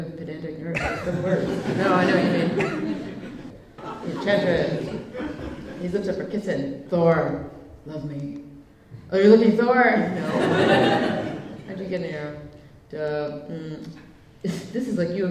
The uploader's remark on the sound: In front of a live audience at the Lakes International Comic Art Festival.